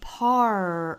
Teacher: 美音这句话发音其实跟英音是差不多的，我们就要注意最后那个词就是 part 整个的发音部位更靠后了